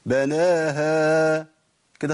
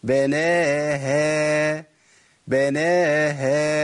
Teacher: إنه يجي عند حرف المد لو جه بعديه مرقق جه بعديه مفخم ويطخن صوته بناها كده، فخمنا الهاء لأن الألف يقبل التفخيم لكن الهاء لا تقبل التفخيم · Shown in: second take